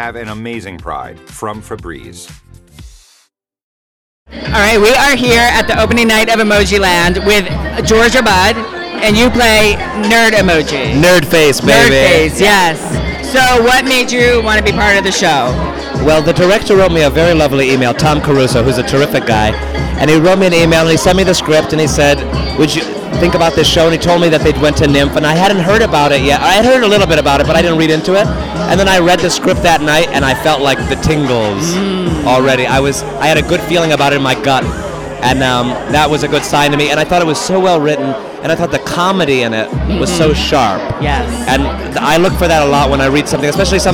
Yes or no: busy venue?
yes